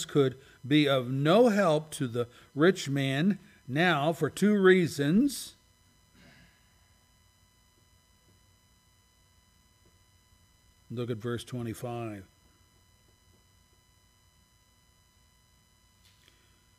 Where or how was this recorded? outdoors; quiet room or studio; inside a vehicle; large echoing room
large echoing room